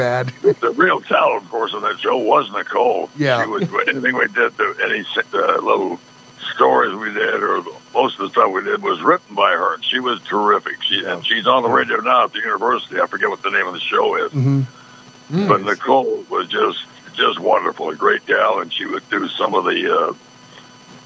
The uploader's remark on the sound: joins us by phone